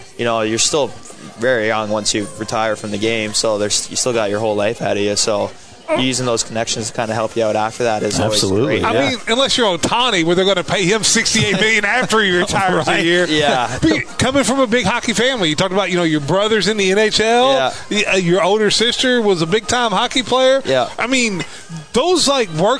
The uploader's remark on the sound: Live from BJ's Brewhouse in Evansville for Thunderbolts Live.